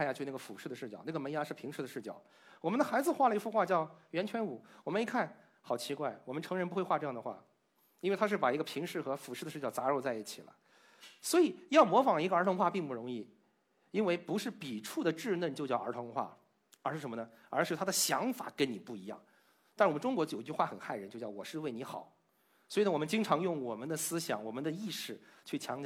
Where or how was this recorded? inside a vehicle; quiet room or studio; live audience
live audience